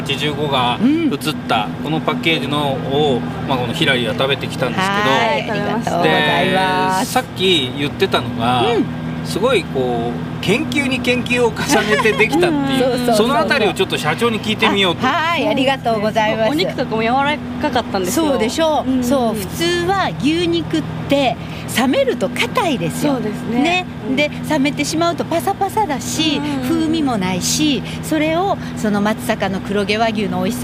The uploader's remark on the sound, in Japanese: 実車収録 HC85系で紀伊長島まで行って来ました！